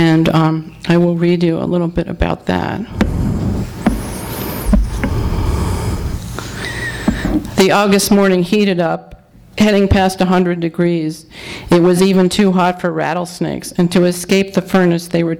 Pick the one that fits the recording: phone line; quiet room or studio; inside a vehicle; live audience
live audience